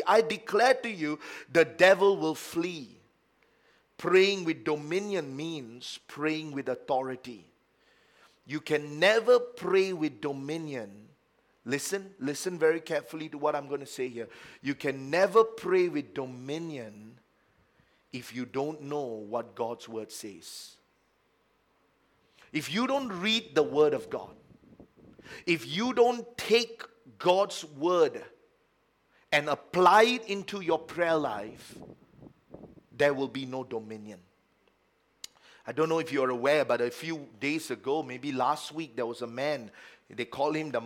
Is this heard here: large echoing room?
yes